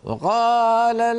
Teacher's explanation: يعني يأتي بالواو شبه مختلسة · Term: توهين بعض الحروف